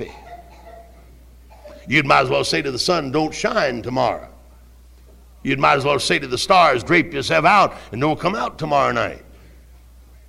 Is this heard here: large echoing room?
yes